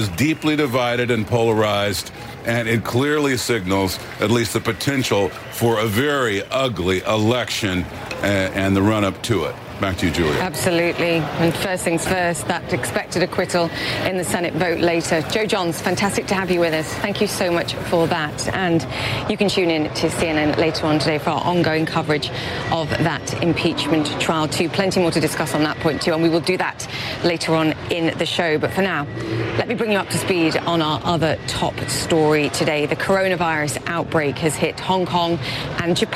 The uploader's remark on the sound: live from the New York Stock Exchange